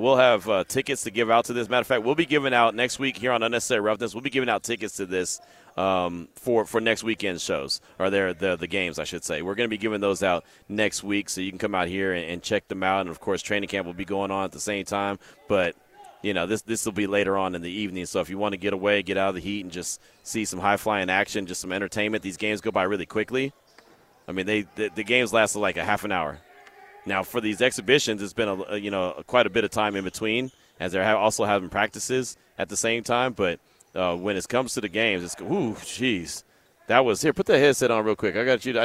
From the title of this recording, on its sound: LIVE FROM SLAMBALL!